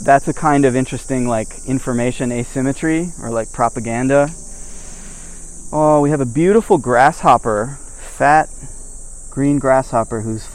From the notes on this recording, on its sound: I record while walking through a midsummer Japanese mountain forest